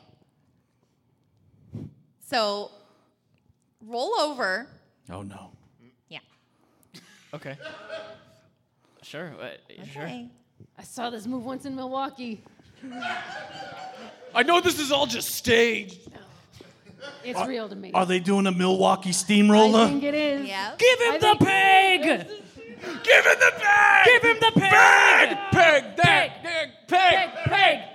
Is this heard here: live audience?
yes